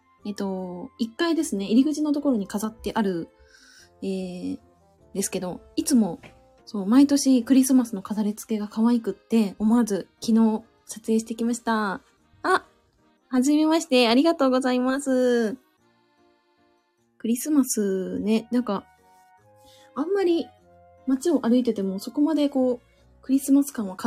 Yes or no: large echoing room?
no